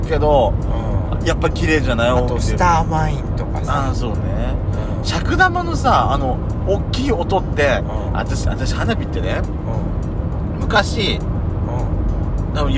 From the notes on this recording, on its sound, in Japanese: ドライブ収録 #ロードノイズごめんね